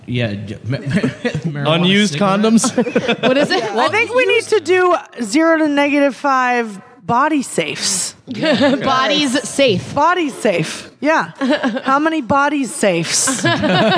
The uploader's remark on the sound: All of this in front of a live audience at Somerville's VOX POP studio in Assembly Row.